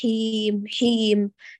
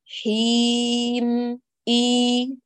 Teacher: تكتفي بهمس محدود في الحاء ذاته، أما الياء عندك فتقرأينها مجهورة كلها إلى آخرها بامتدادها · Shown in: second take